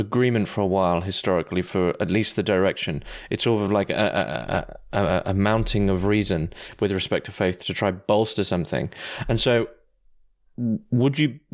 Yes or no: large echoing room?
no